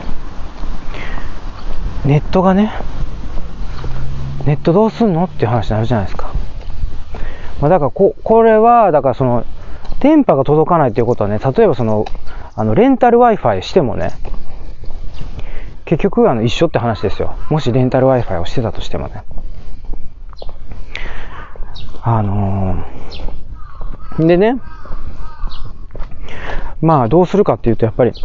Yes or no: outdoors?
yes